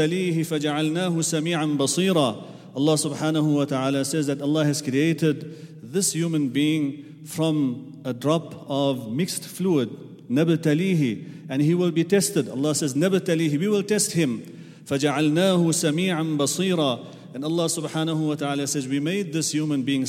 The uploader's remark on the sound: at the Houghton Masjid (West Street)